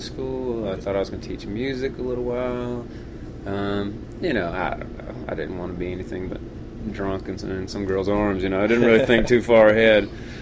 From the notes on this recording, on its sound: I jump on the bus. At The Revival Tour in Denver, Colorado.